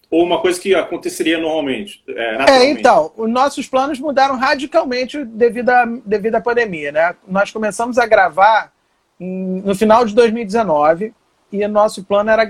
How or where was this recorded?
video call